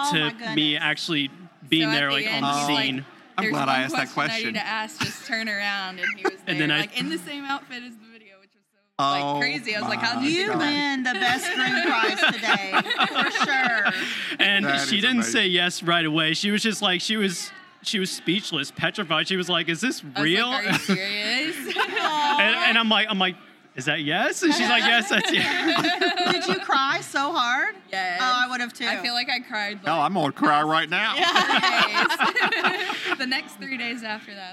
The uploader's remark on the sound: Went LIVE at a Louisville, Kentucky wedding show. On location at a Louisville, Kentucky wedding show.